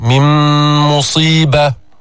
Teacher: إدغام كامل، أدغمنا النون في الميم